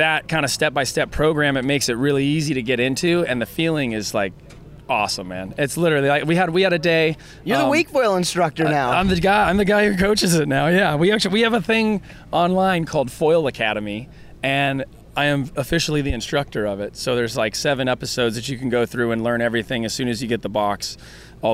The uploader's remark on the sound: Was recorded Live at the 58th Masters Waterski and Wakeboard Tournament. Following the second day at the Masters.